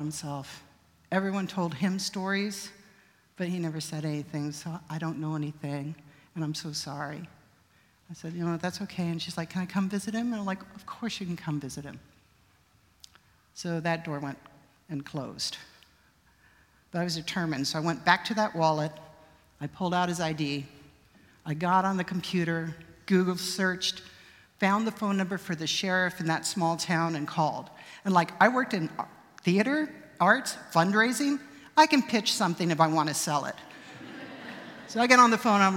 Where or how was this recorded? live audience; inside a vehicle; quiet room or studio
live audience